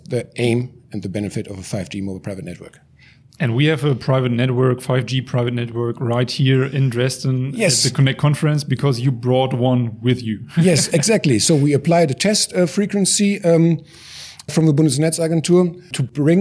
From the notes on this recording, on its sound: At the connect conference 2022 in Dresden